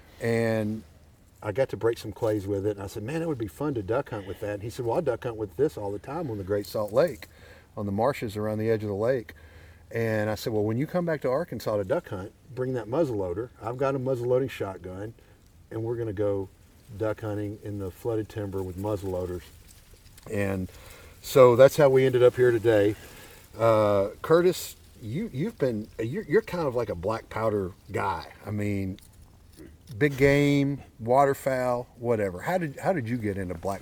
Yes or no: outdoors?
yes